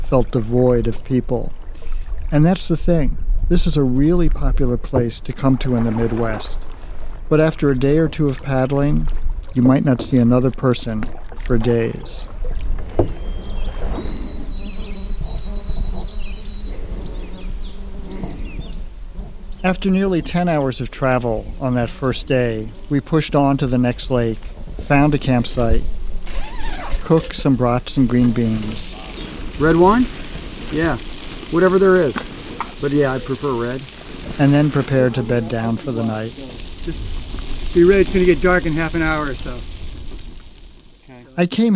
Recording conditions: outdoors